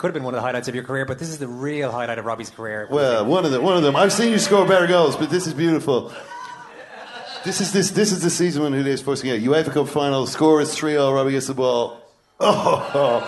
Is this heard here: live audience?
yes